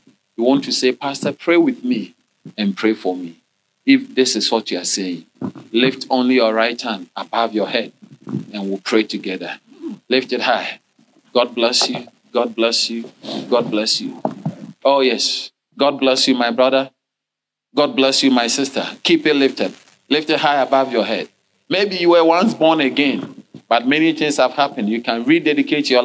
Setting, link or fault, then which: setting, large echoing room